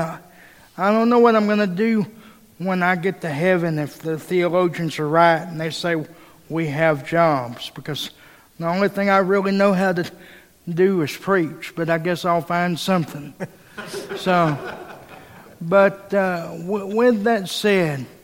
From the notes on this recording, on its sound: Live Conference Recording. We recorded a live episode on the first night of the conference and here it is!